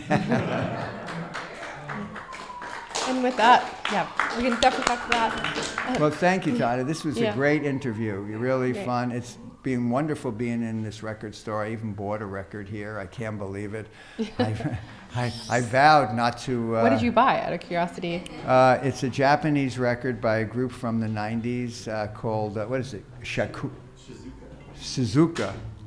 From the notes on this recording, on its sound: This is the recording of the live Q&A